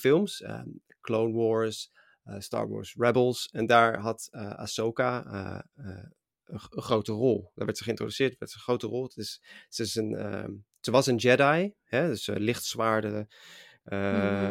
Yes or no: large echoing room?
no